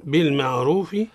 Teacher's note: الراء مفخمة هنا لأنها متحركة بالضم